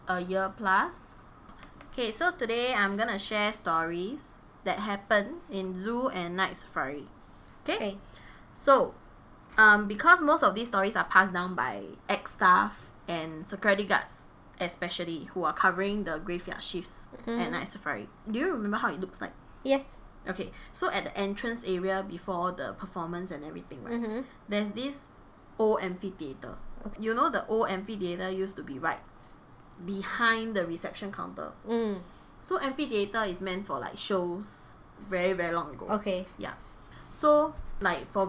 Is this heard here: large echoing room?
no